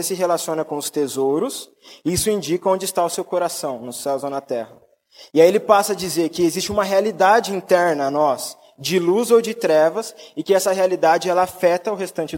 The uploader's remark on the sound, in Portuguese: Mensagem gravada na Igreja Batista Jardim Minesota